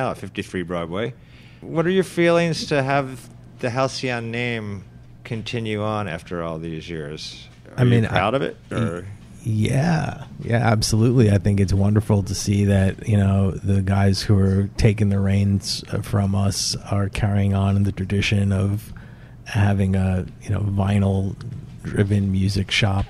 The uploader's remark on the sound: THE HALCYON ARCHIVES 20th Anniversary Panel. Recorded at the new Halcyon location at 53 Broadway in Williamsburg.